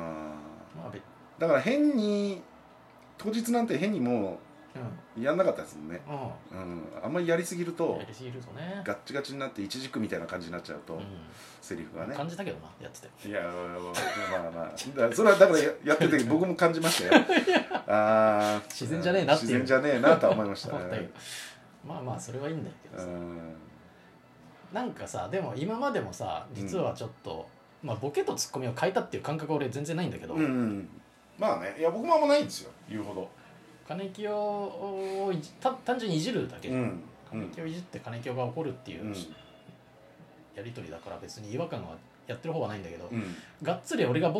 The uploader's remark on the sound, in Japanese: 多少ノイズが入ってます！